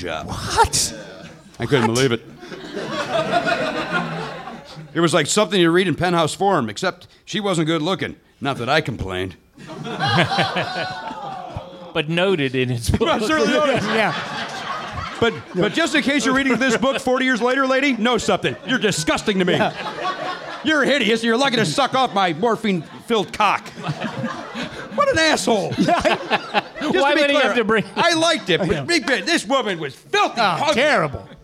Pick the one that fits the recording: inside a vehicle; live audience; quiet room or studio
live audience